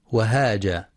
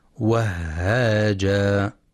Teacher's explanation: والصواب تشديدها وهاجا مع مراعاة الهمس · Shown in: second take